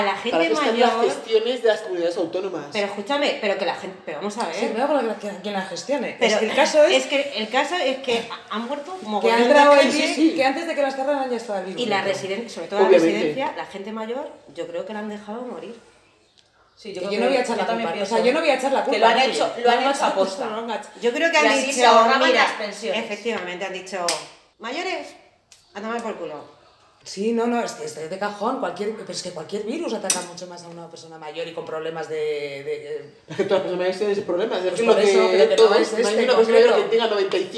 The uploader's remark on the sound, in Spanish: Este episodio se grabó en una "especie de nave", de ahí el sonido con un poco de eco. Lo hemos intentado mejor todo lo posible.